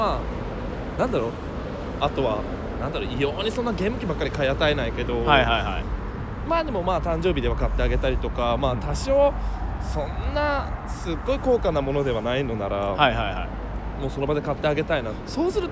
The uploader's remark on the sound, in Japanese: グダリTOKYOヲーキング。収録場所がなさすぎて、ウォーキング・デッド。しゃあないから、2駅くらい歩いちゃうかってくらいのノリの今回。歩きながらしゃべる。夜のTOKYOって、人を少し、大胆にさせるよネ・・・。